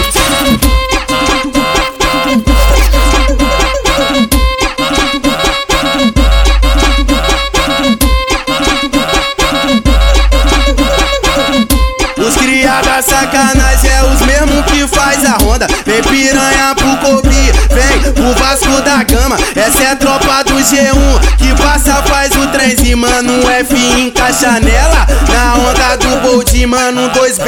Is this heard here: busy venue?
yes